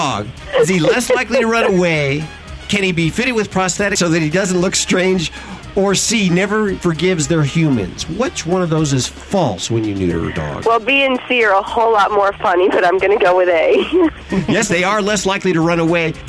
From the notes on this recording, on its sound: Your phone calls